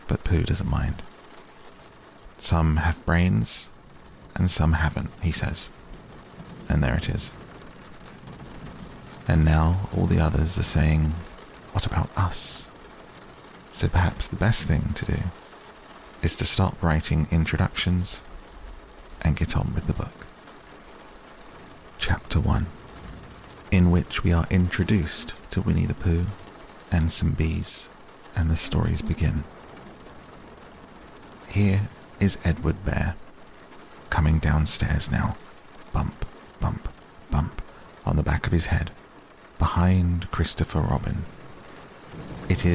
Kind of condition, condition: fault, sounds in the background